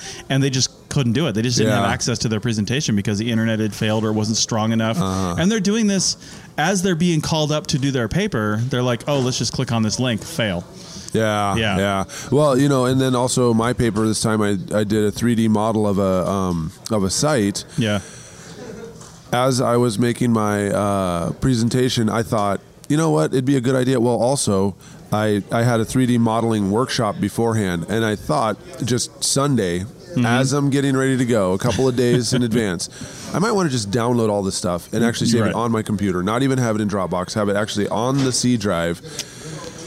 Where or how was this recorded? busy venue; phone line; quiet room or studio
busy venue